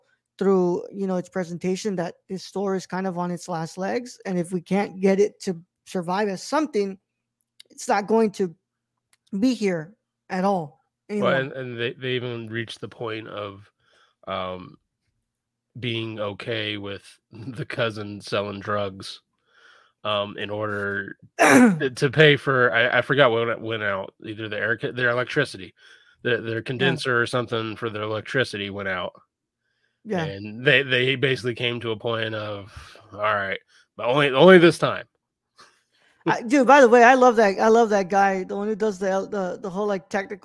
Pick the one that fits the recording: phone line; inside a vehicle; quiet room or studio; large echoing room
quiet room or studio